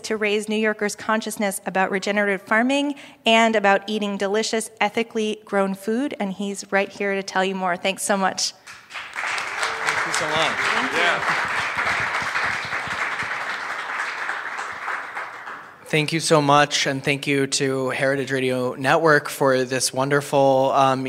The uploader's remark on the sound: Live at Farm to People. This live recording is from March 8th.